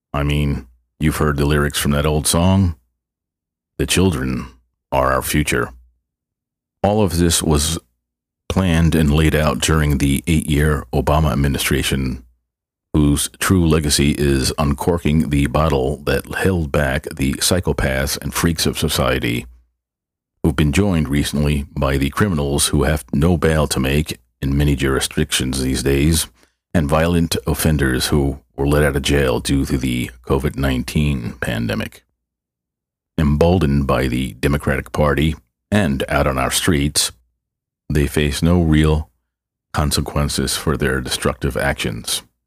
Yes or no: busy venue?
no